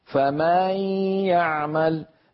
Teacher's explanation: يمط صوته زيادة في فتحة الميم في كلمة فمن، فيتولد من ذلك ألف، وكأنه زيد في القرآن حرف. · Term: التمطيط